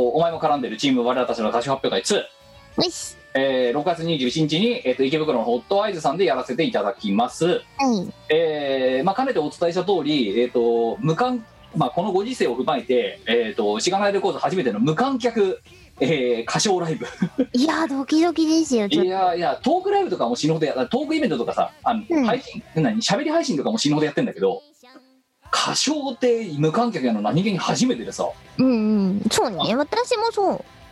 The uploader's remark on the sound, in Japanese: 本番組はリモート収録です。収録時環境の影響により、聴き取り辛い部分があります。